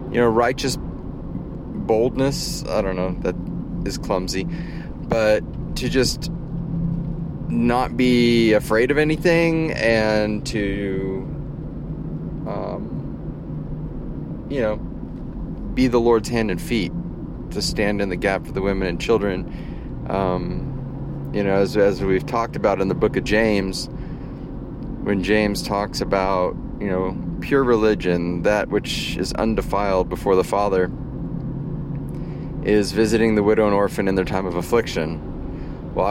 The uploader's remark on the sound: In the Car, from the Field...